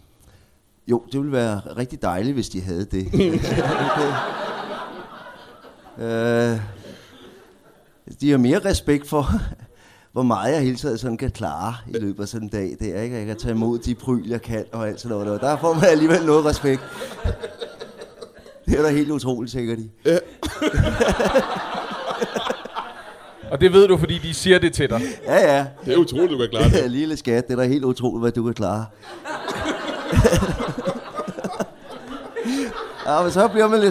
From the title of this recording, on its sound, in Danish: LIVE fra HCA Comedy Festival